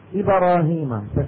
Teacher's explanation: إبراهيم تكاد الباء تكون مفتوحة